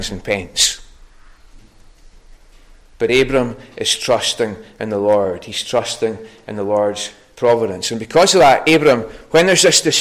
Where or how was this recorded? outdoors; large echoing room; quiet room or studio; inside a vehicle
large echoing room